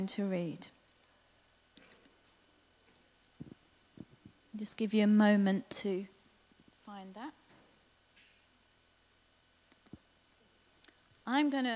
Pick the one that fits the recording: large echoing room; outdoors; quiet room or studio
large echoing room